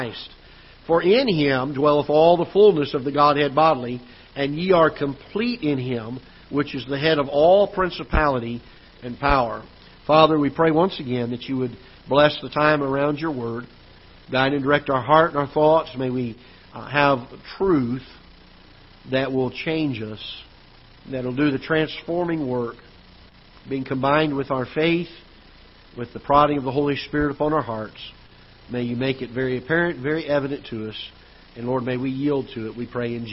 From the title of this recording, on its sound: Ketha Heights Baptist Church ~ Live Broadcast